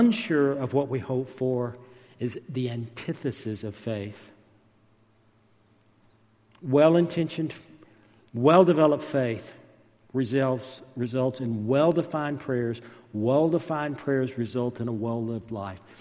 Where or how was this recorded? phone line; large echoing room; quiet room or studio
large echoing room